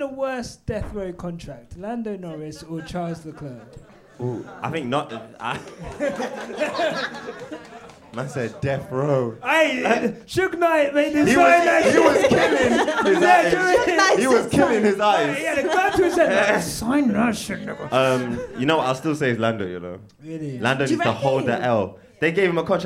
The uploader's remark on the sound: This episode was recorded LIVE at our #QuickStopLive event. After watching the Hungarian GP together.